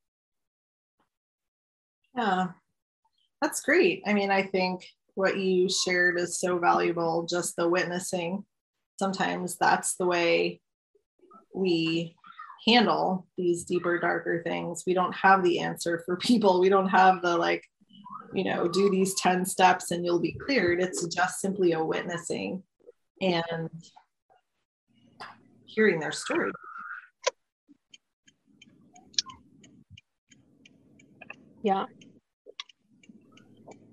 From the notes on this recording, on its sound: Recorded this New Moon zoom.